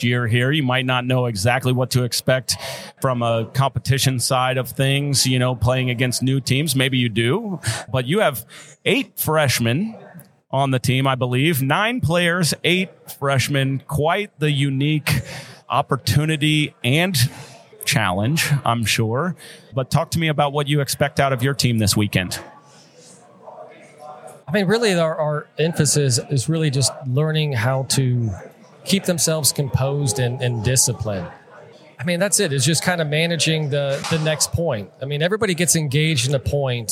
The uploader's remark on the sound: Live at the Collegiate Open